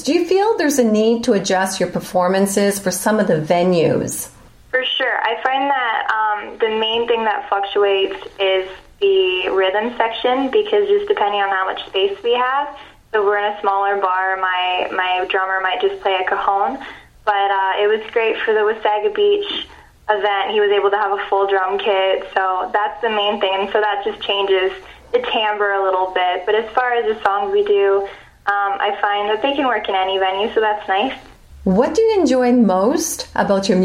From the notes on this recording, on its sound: Via phone. This was her first performance in Wasaga Beach.